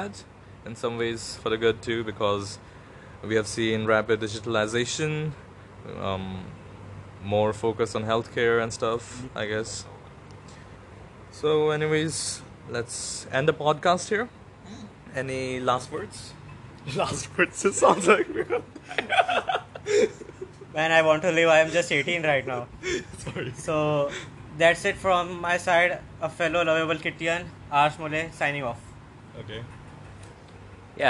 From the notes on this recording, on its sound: Nevermind the background noises *cough.